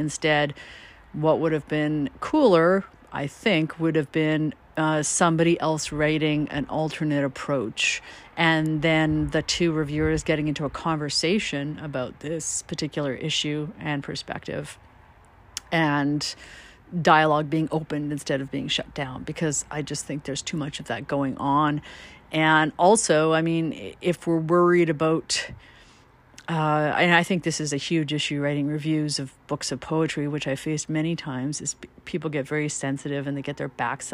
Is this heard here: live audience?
no